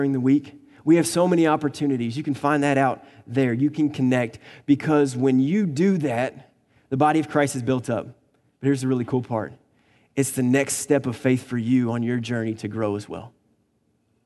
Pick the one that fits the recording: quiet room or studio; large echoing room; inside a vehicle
large echoing room